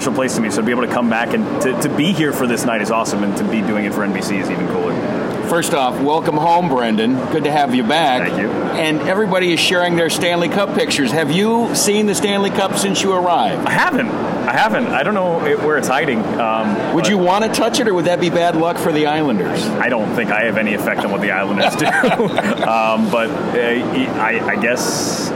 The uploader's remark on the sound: Clinton Arena Hockeyville USA. Inside the Clinton Arena at the NHL preseason game between the Buffalo Sabres and the Columbus Blue Jackets which is part of the Hockeyville USA festivities in Clinton, NY.